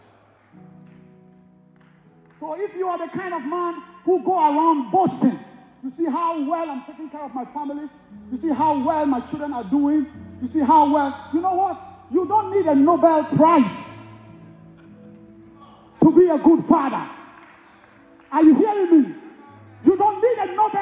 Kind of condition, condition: setting, live audience